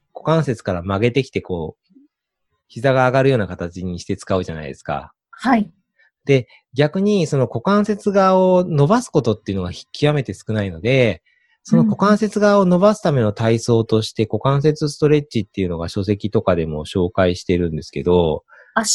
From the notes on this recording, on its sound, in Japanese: オンライン収録のため、通常より音声が劣りますがご了承ください